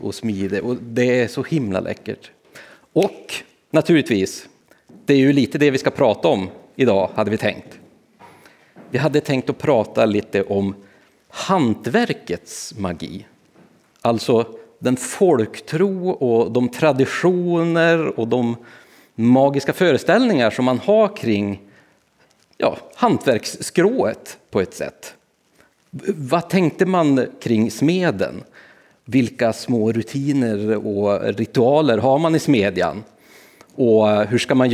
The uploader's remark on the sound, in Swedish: Besökte vi Sätergläntan – institutet för slöjd och hantverk i Dalarna. Ett fantastiskt trevligt evenemang där vi inför publik berättade.